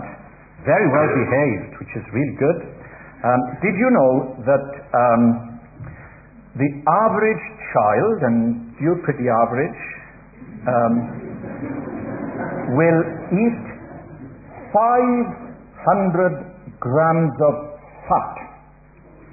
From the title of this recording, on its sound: Easter Celebration Baptismal Service - Audio